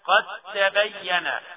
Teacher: شوف الدال إذا جاء وراها تاء، مثال وكيف ننطق. قد تبين، الدال الساكنة مع التاء تضغم الدال في التاء وتشدد التاء